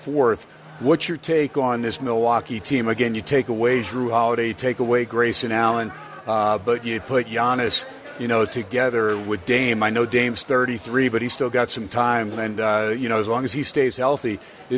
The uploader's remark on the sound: "Live" from #SteinersPub in #LasVegas